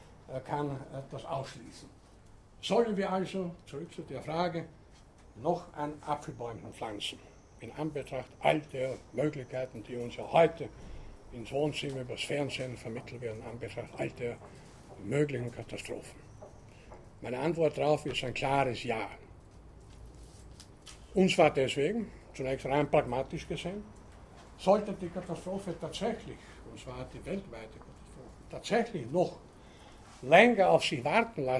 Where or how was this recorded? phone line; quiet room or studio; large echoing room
large echoing room